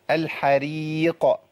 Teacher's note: الراء هنا مرققة لأنها مكسورة